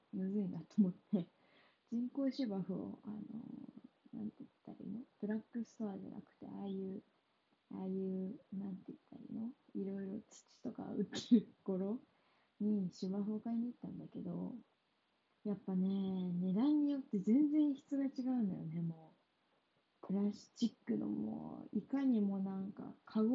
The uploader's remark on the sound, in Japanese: 音質悪いです。すみません。